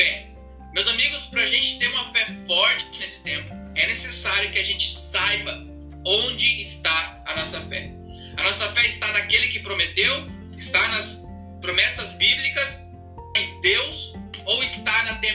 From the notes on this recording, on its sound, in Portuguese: Culto online. Devido a problemas técnicos eu não pude finalizar o áudio. Espero que o pouco que foi gravado já possa te ajudar.